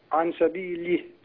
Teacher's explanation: تمم الكسر، ما تخلاش كسرة ممالة · Term: إتمام الحركة